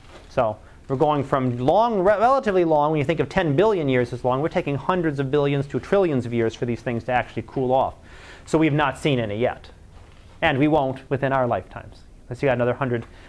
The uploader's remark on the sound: Live Class Lecture